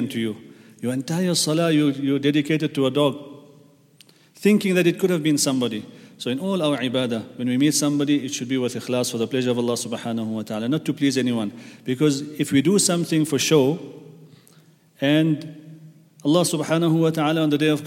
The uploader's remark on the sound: at the Houghton Masjid (West Street)